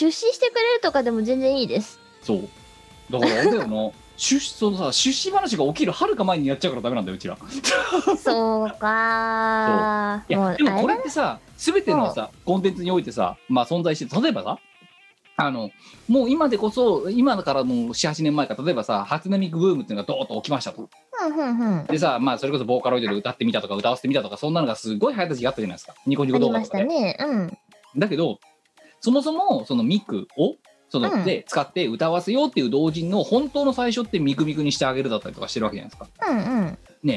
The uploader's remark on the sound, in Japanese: 本番組はリモート収録です。収録時環境の影響により、聴き取り辛い部分があります。